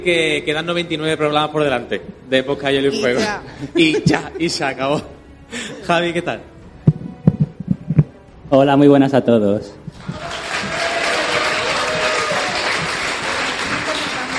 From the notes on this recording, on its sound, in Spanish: Aquí tenéis el programa en directo grabado en el Paraninfo de la Universidad Profesional de Osuna. Con motivo de la celebración del Podcast de Hielo y Fuego nº 200.